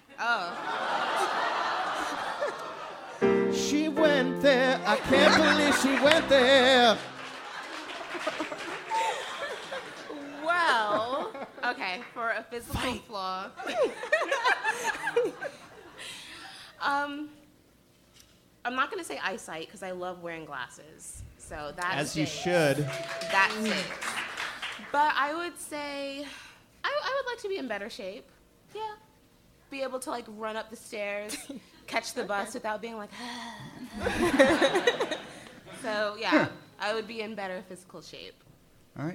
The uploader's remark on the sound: Ask Roulette is a conversation series in which strangers ask each other questions on stage. From our March show at Housing Works Bookstore in New York City.